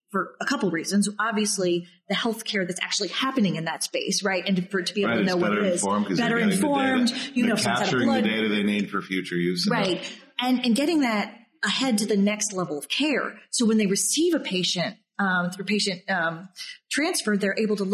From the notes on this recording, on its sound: Live from HIMSS. At HIMSS in Chicago.